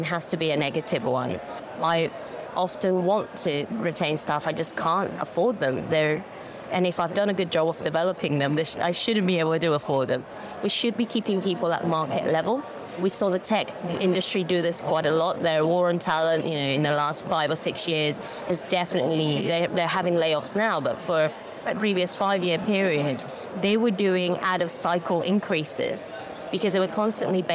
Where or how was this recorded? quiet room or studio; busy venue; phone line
busy venue